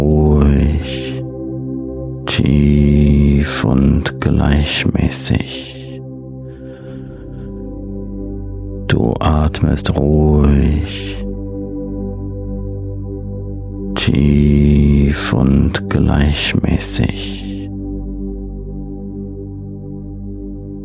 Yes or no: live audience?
no